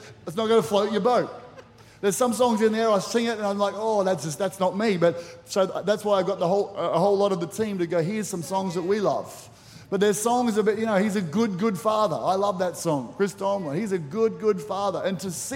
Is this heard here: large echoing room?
yes